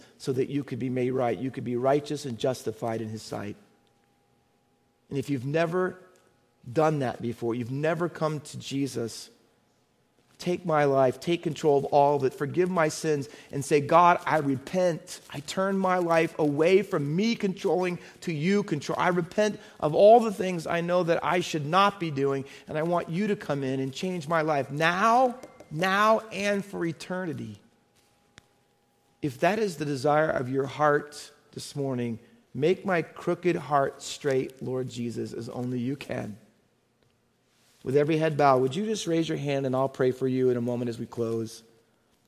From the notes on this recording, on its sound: Faith Baptist Church in Hamilton, NJ.